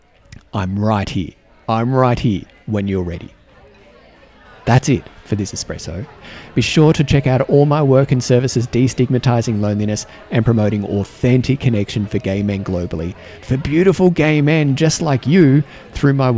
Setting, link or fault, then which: setting, busy venue